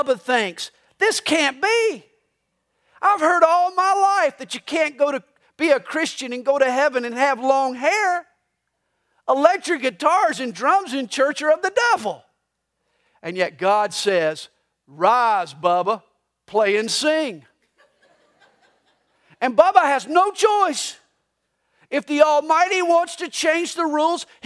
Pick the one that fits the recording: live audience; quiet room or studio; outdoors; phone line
live audience